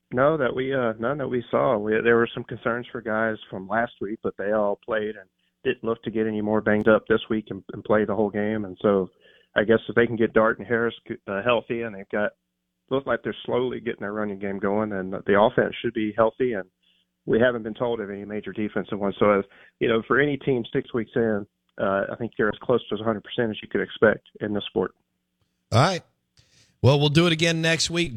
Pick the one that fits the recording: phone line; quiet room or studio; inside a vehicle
phone line